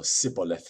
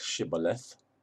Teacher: could not distinguish between the s and the sh sounds